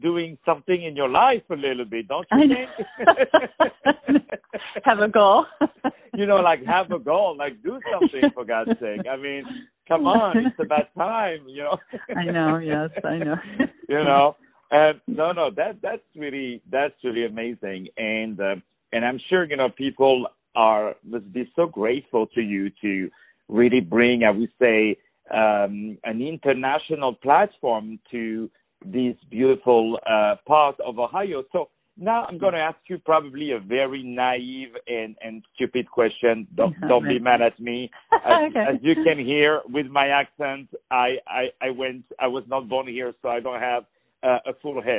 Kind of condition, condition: link, phone line